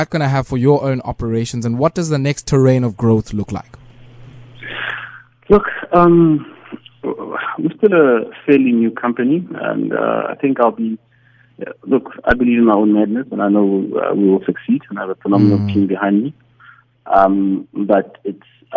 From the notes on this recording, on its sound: Investing in African Mining Indab, the worlds largest mining investment conference is currently taking place here in Cape Town. Joining over the phone is.